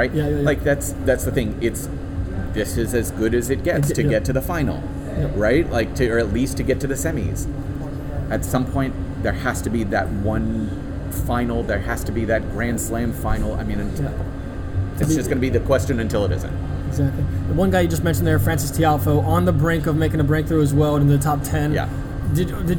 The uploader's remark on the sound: Despite the background noise in the confines of the Hard Rock Stadium, really enjoyed these two conversations!